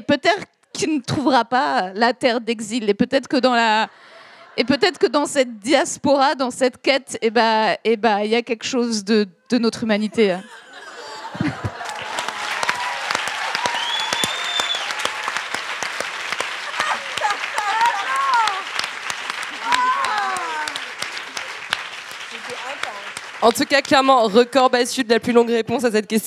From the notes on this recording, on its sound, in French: Pour son premier événement en live. Trois jeunes humoristes pour une table ronde. Celle-ci était suivie, pour les présents à l’Apollo, d’un plateau de stand-up inédit.